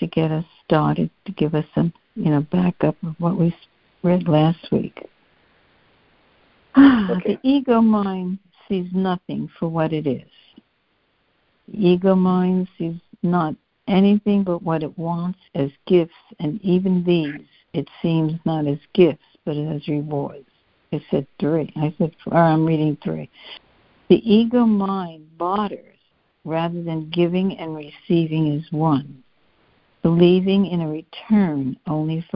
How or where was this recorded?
phone line